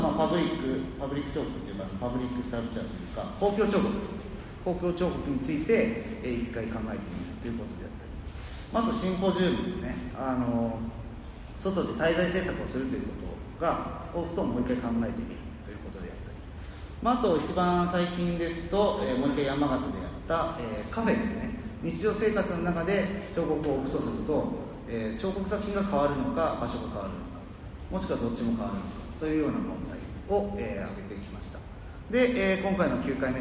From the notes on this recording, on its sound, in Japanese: のトークイベントの録音です。会場：武蔵野美術大学鷹の台キャンパス 2号館309、310教室。